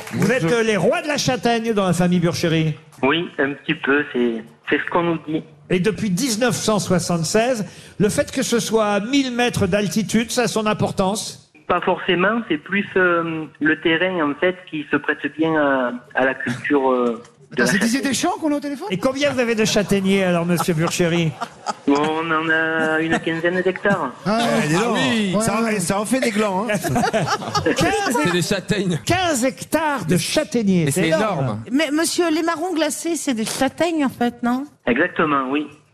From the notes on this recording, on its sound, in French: au téléphone des Grosses Têtes